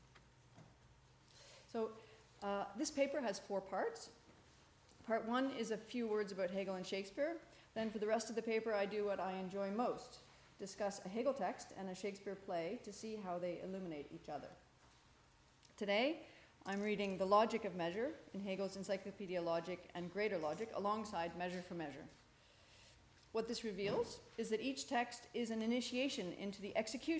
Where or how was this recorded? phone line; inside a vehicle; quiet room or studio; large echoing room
large echoing room